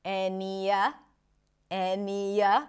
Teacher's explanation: So any of this, this is the proper phrase, but the of is reduced to a schwa, a. He connects the any with a schwa, any-a, any-a, that's the intrusive sound, ya, any-a, and then this.